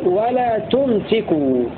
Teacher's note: بسكون الميم وتخفيف السين